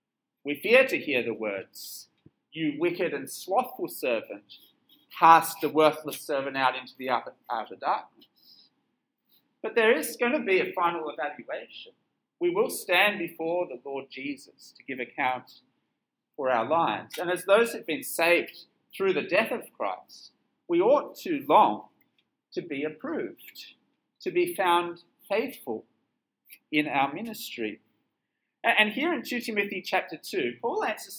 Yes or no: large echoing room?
yes